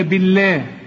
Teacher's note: وما لكم لا تؤمنون، ناس كتير قوي تضيع منهم الميم المكسورة ويقول لك وما لكم لا تؤمنون، لا تؤمنون، يزيد الميم مكسورة هنا، لا تؤمي، لا تؤمنون، لا تؤمنون بالله، بالله مدام الباء هنا مكسورة فلفظ الجلالة هنا مرقق